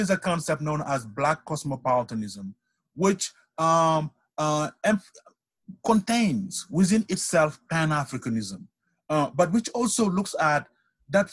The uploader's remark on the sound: This episode is the outcome of a Zoom panel that The Africanist co-organized in the framework of the annual African Heritage Festival of Louisville, Kentucky.